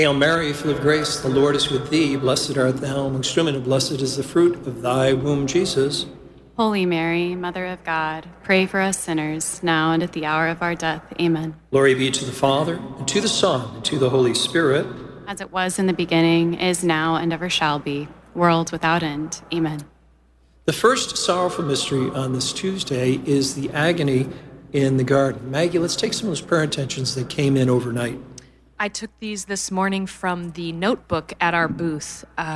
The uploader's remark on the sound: From the SEEK Conference with thousands of college students in St.